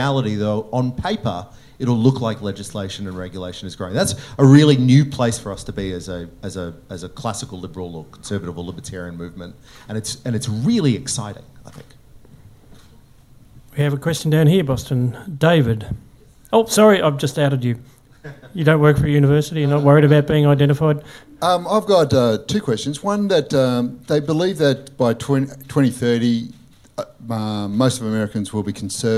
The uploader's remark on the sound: It's the first live episode of Looking Forward! Recorded at the Australian Libertarian Society's Friedman Conference last month. In a crowded theatre.